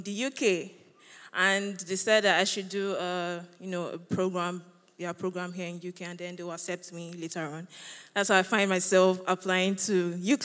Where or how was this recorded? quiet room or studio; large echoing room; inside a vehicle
large echoing room